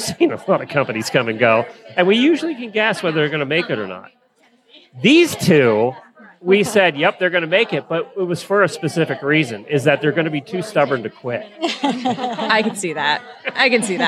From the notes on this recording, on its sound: Live from the AHP Conference in Lexington. CORRECTED MISTAKE IN FIRST SOUND FILE.